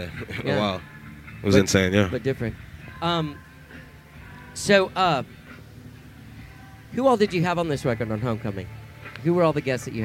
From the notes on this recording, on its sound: These conversations were recorded live on stage. Live From Austin City Limits Music Festival! This year I was invited by Austin Music Foundation and ACL Cares to do a couple of live podcasts at Austin City Limits Music Festival.